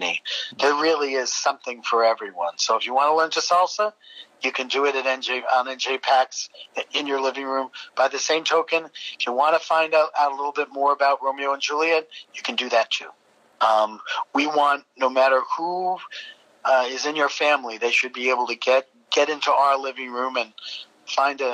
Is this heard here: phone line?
yes